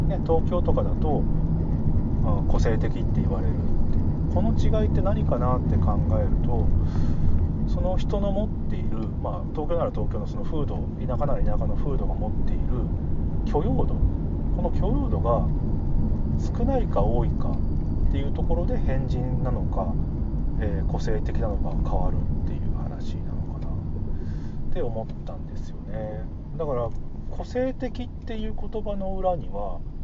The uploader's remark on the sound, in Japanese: 車の中で収録